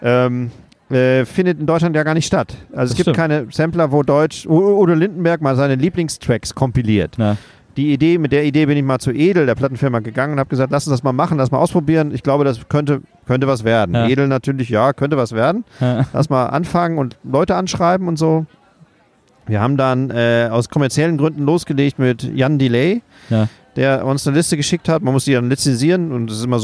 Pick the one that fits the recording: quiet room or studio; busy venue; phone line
busy venue